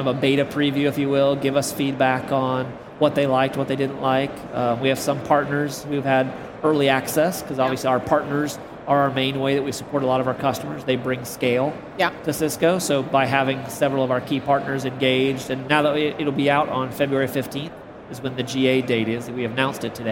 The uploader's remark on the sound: Recorded on the exhibitor floor of Cisco Live Barcelona